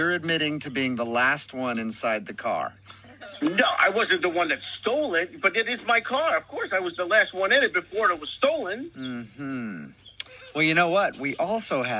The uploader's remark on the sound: phone tap episode